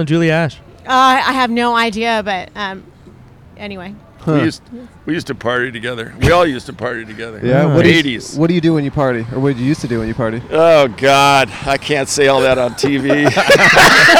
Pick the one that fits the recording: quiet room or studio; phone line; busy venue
busy venue